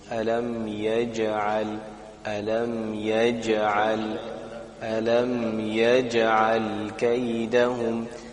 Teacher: Jim has a qalqala, so qalqala means a small bounce on the jim.